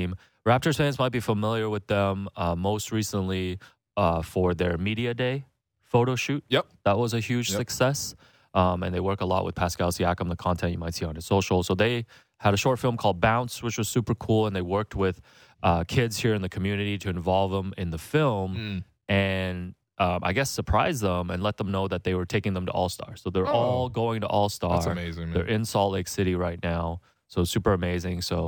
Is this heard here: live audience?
no